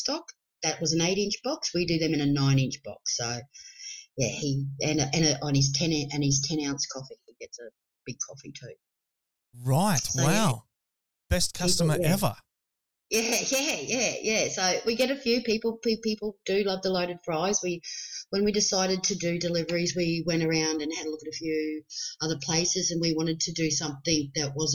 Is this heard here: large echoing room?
no